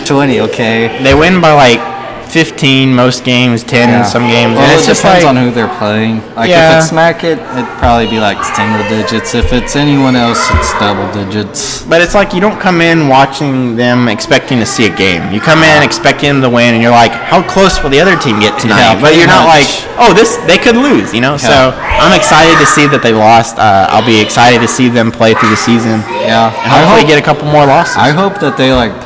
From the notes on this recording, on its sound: Please be advised that this week's episode had an insane amount of background noise and as such we had to shout the entire episode.